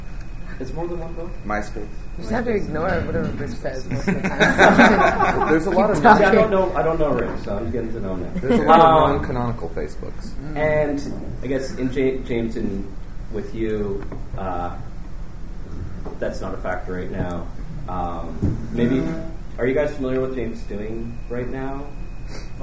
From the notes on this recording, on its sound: Here is the second panel I moderated at TCAF.